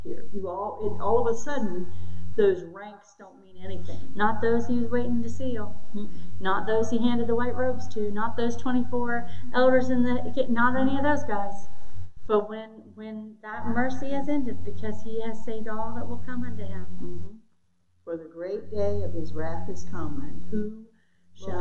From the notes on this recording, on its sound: Originally recorded on 4/23/2022 at Addison Free Will Baptist Church.